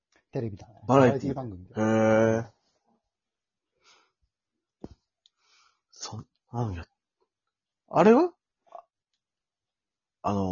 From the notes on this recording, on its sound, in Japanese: 最近出来たリモート録音を実施。収録環境によりバランスが悪いですがご了承下さい。